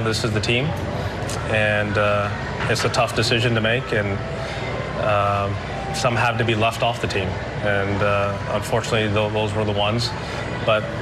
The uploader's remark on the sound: Special Presidents Cup press conference.